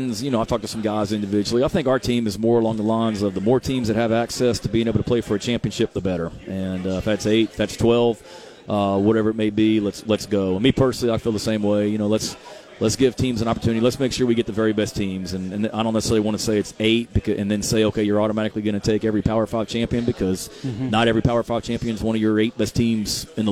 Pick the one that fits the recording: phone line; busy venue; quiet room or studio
busy venue